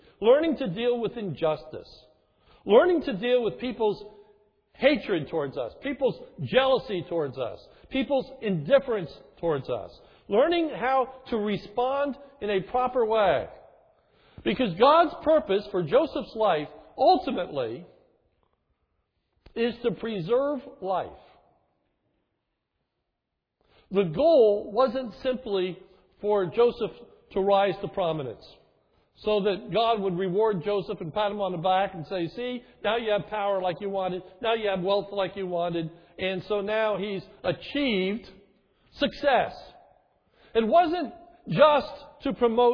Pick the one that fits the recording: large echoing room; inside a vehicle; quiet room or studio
large echoing room